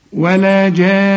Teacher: النون إذا وقفنا حتى عليها لازم تغن ما دام عليها الشدة. وهنا مد اسمه مد لازم، مد وبعديه حرف مشدد، والحرف المشدد أصله حرفين، الحرف الأول منه ساكن والحرف الثاني متحرك. · Term: غنة